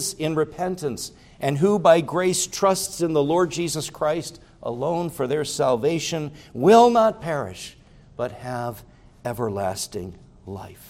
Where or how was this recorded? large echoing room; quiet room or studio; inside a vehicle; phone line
large echoing room